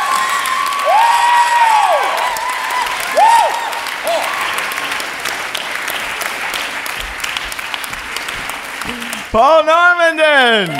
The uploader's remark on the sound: Live From Austin! Live show in the city that keeps it weird, Austin, Texas.